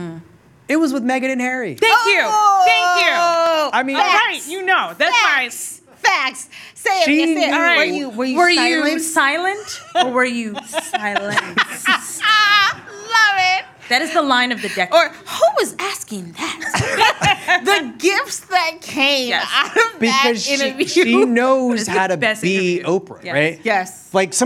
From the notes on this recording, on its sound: A conversation recorded at our first ever live show at the Tribeca Film Festival.